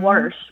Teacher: So your mother says wash with an R.